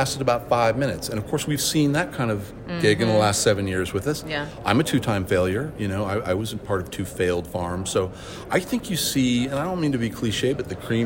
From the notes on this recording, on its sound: Last week we attended Indoor Ag Con in Las Vegas, with more than 800 people in attendance. We got the chance to catch up with a few of them on the expo floor.